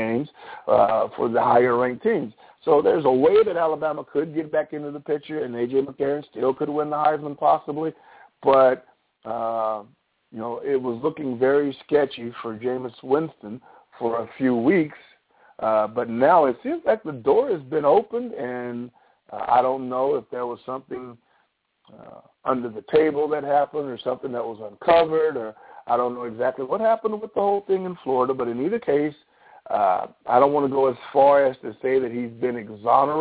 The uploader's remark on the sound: All Call in tonight.